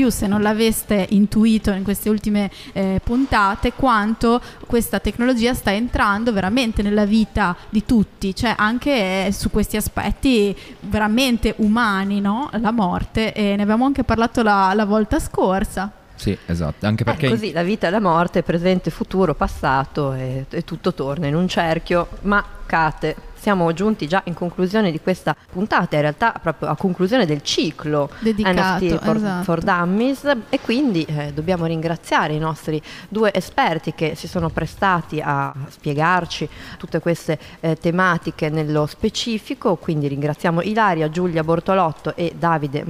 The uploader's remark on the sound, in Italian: in diretta dal MAMbo - Museo d'Arte Moderna di Bologna